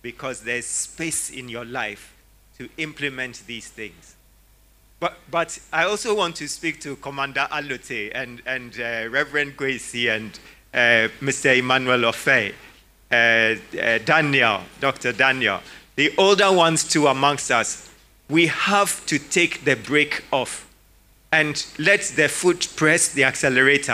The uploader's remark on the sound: Sermon preached at CBC Shiashie Campus